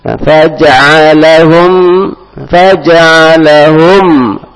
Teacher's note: mim mati ketemu huruf kaf, nah, ikhfa syafawi. Faja'alahum faja'alahum, tetap ditutup bibirnya